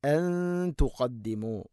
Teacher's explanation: നൂനിനെ അവ്യക്തമാക്കി മണിക്കണം. ഇഖ്ഫ ബിഗുന്നയാണത്.